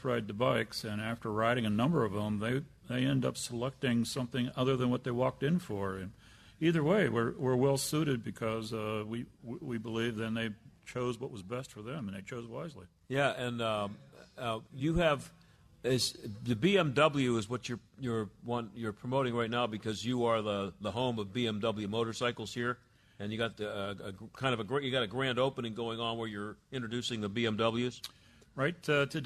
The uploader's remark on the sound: Welcome to Pitt Cycles in Warrendale. Broadcasts live from the premiere cycle shop in between Cranberry Township and Wexford.